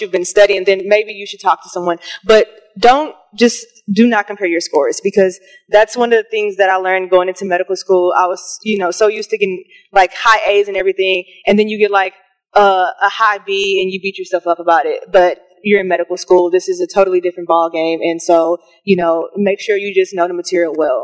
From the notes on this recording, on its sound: Eight MS3 students sit down as part of a panel discussion in the auditorium.